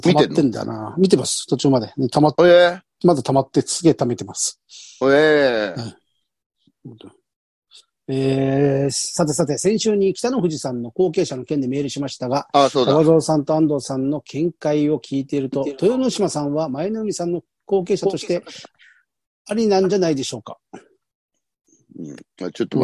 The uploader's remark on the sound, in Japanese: ZOOMで収録。